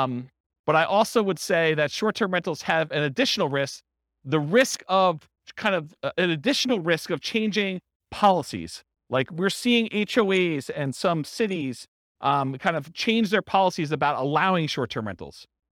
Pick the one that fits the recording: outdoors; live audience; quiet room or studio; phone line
live audience